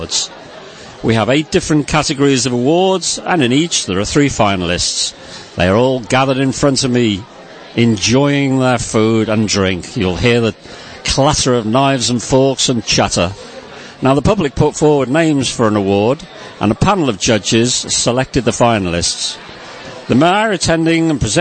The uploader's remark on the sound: A specially-recorded program from the finale of the Mayor's pride Awards 2017 from St Michael's Manor in St Albans. Where the winners of all 8 categories and special awards were announced.